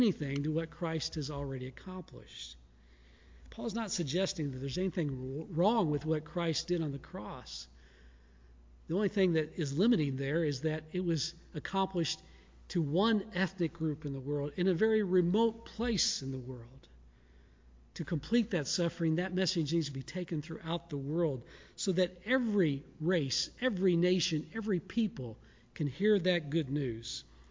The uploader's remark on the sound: Shot live from the Sanctuary of Noblesville First United Methodist with pre-recorded elements mixed in!